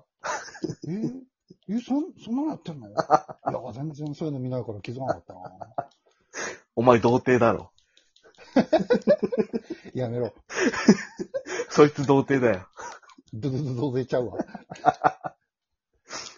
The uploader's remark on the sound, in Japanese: リモート。